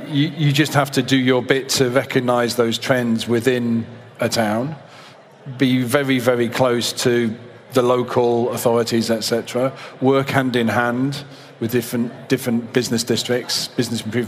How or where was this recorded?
busy venue